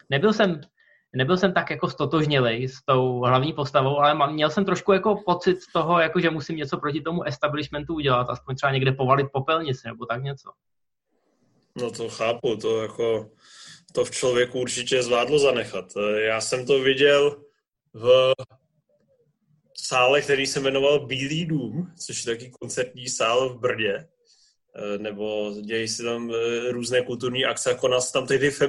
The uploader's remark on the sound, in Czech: Díky aplikaci Zoom se vracíme se speciály, ještě v trochu kompromisní audiovizuální formě